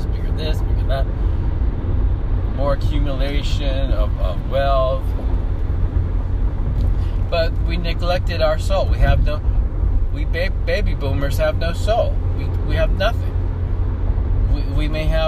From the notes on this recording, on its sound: Talking while driving